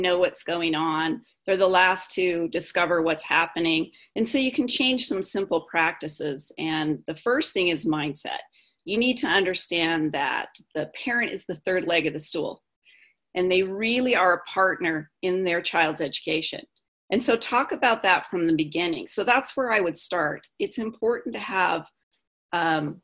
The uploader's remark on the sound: Live Webinar